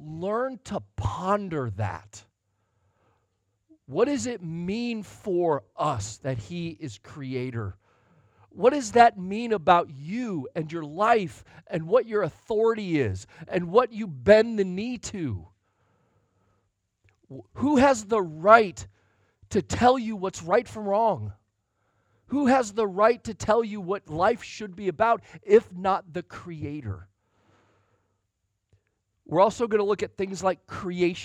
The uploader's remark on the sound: Sunday Morning Sermon Audio